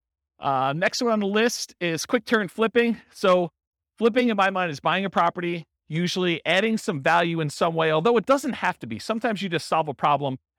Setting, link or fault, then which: setting, live audience